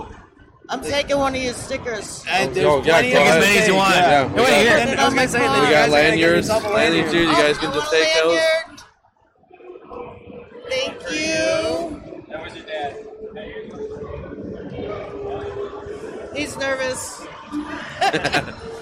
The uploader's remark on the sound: The Caffeinated Creators take the Midwest Gaming Classic by storm! Podcast episode LIVE at the convention!